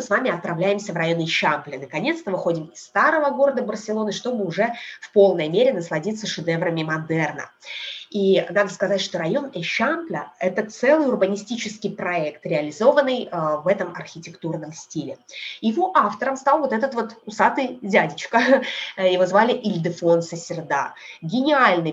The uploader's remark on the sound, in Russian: По Барселоне в халате и комнатных тапочках: прелести zoom-экскурсий. "Современная Одиссея" отправляется на экскурсию по Барселоне через zoom.